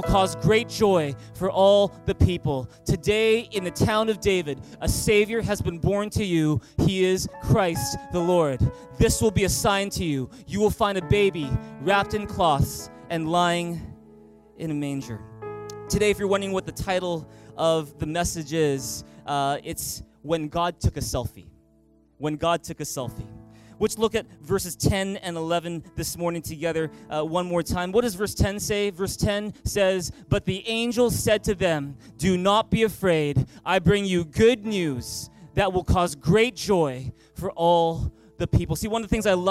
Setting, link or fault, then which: setting, large echoing room